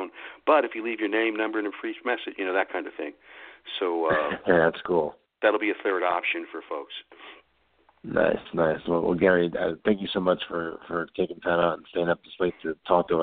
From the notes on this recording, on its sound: we'll be taking your calls live!